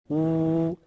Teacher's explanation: 嘴唇呢，要圆起来，要搓起这个嘴巴